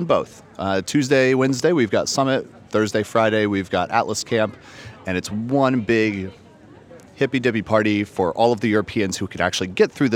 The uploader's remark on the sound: Live from Barcelona Passport Control. Stuck in the customs line that never ends. Records and edits the first podcast of Euro Summit mid-line using an iPad, microphone, and GarageBand.